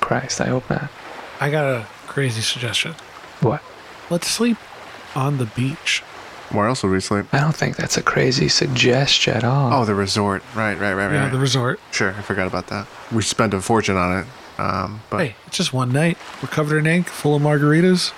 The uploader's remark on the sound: On Location At Spring Break 2021. The boys will be recording a live episode straight from the beach, today! Come and enjoy the sounds of the ocean.